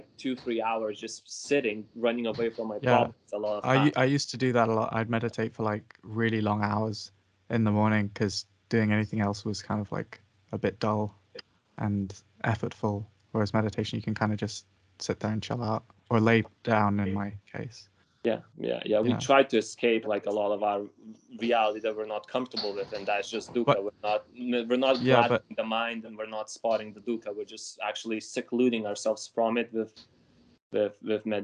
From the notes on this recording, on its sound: Skype calls.